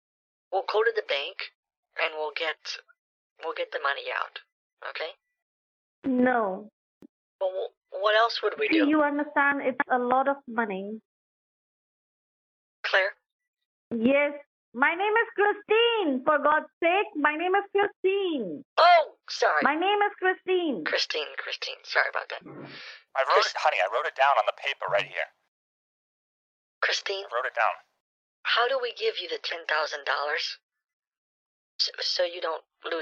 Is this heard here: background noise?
no